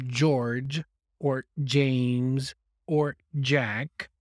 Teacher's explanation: the first sound is a very strong J sound, and it's voiced.